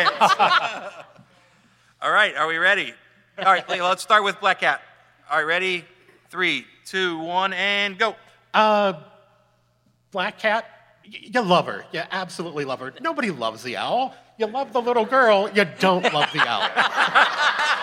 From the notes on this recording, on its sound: Tournament of the Hunted Panel Live at C2E2 2019.